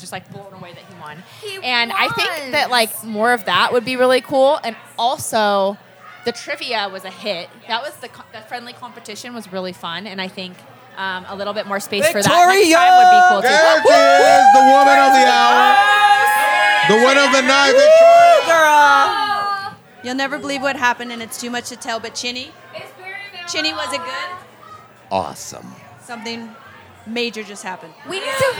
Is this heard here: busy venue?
yes